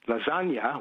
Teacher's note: We all say lasagna, where the sound on the end is eh.